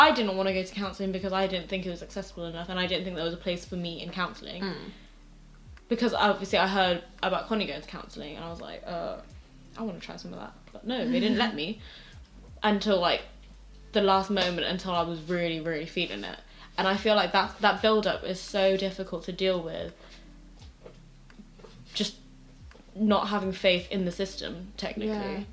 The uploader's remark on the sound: dog in the room so any background noise is due to her dog